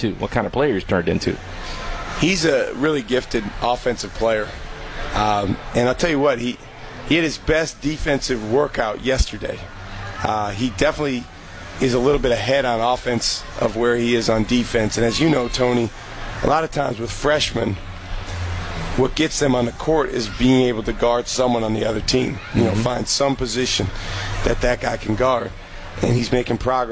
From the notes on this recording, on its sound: broadcast LIVE from the Marquette Athletic picnic